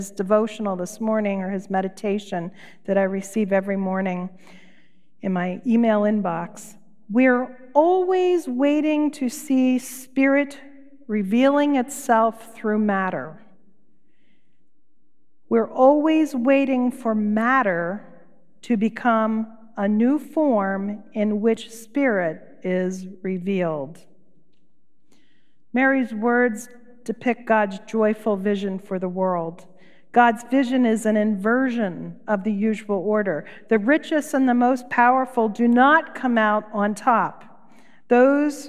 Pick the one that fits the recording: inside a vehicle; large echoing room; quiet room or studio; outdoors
large echoing room